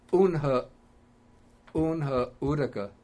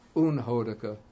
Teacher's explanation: the two vowels combine to form O, which is like the combination, phonetic combination of A and U · Shown in: second take · So unha udaka gives unhodaka, which means hot water. · Term: sandhi